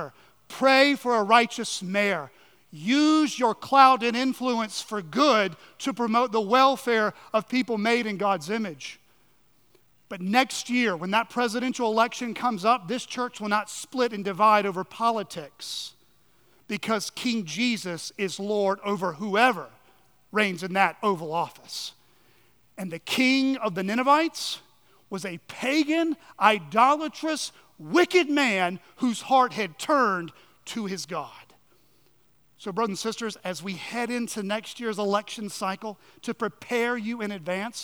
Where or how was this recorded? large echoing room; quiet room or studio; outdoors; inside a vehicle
large echoing room